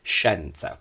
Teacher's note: In a technical perfect diction, and in the south, centre and south Italy, they pronounce it with an open e